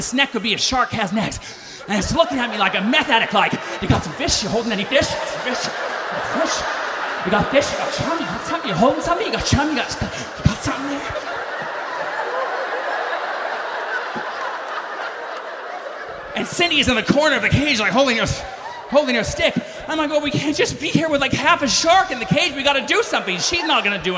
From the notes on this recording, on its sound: lights up Snap LIVE in LA